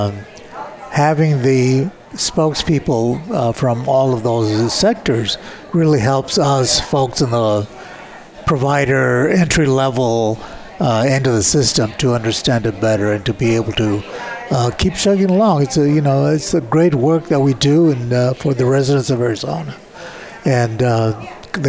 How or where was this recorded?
busy venue